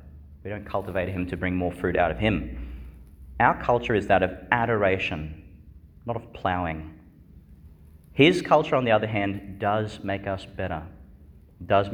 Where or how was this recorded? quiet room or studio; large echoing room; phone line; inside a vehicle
large echoing room